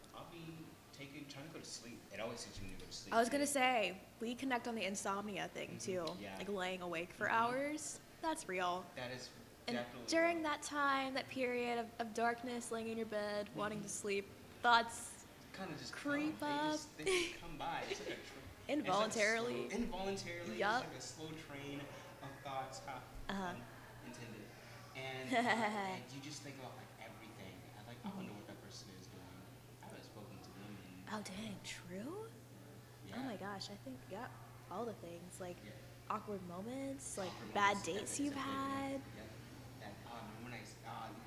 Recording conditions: poor sound quality